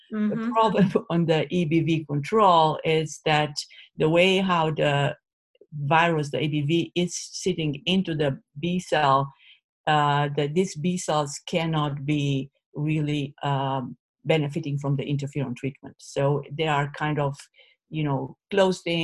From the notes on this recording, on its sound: This interview was originally recorded as part of The MS Gym's 2020 virtual Thrive Summit